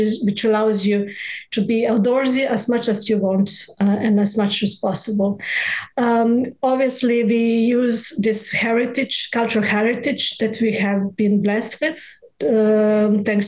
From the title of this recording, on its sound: Virtual RoadShows Panel